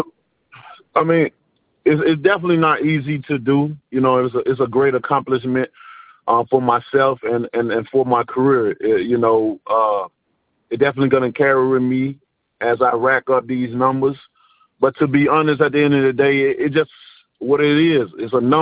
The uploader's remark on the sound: Media Conference Call